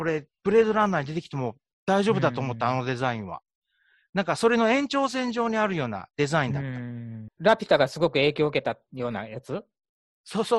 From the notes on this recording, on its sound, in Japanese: ZOOM収録